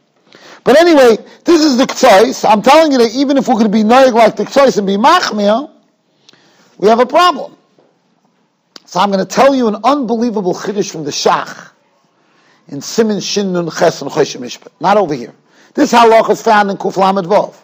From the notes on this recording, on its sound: Shiur recorded in Yeshivas Ohr Reuven, Monsey, NY.